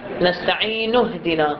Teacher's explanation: النون المضمومة تتصل مباشرة بالهاء الساكنة · Term: همزة الوصل